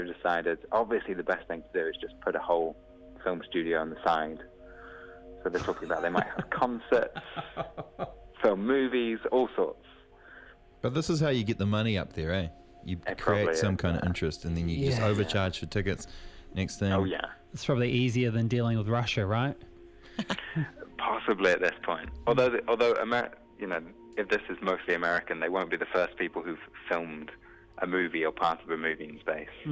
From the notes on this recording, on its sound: jumps on the phone